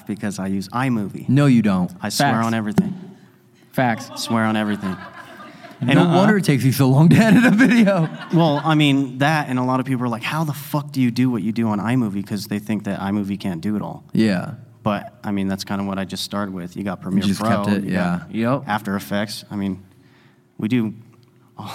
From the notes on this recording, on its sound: This episode was filmed in front of a live audience at the haunted Piper’s Opera House in Virginia City, NV on September 9, 2022.